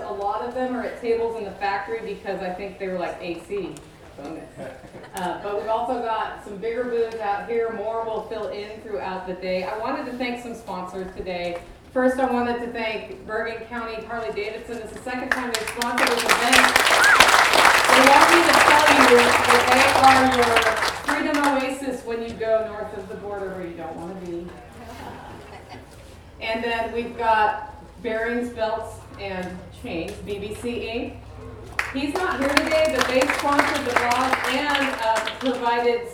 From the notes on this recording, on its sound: I captured a few choice clips from some of the speakers at the Self-Reliance Festival